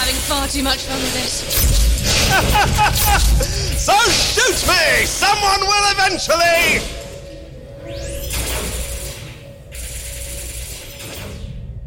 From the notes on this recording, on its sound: Live at PodUK. A live special recorded at PodUK 2019.